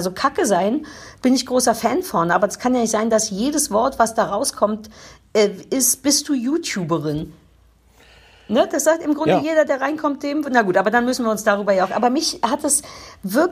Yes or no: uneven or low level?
no